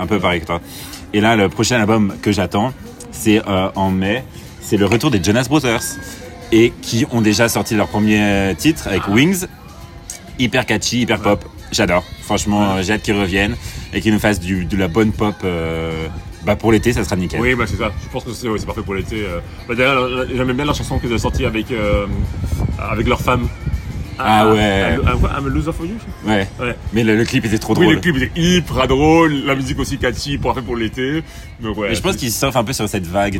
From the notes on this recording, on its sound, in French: Episode du printemps enregistré dans la fameuse rue du marché au charbon a Bruxelles.